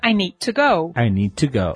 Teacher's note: o stress, ele fica no need e no go. O I e o to eles quase, quase desaparecem.